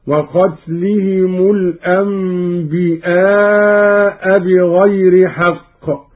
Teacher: قرأ قالون بهمز الياء